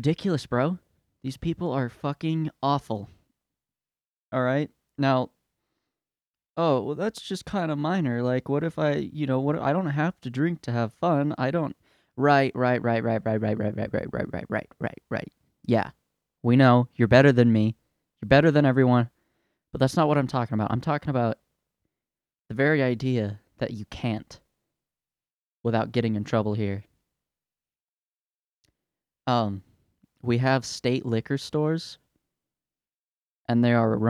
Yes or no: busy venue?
no